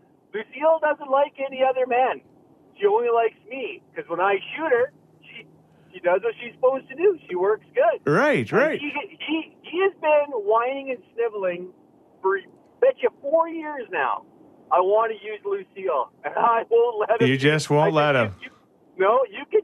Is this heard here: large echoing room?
no